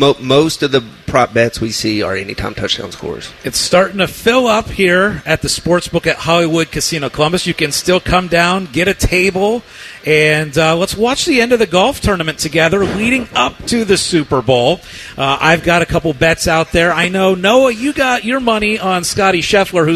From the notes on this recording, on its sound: live from Hollywood Casino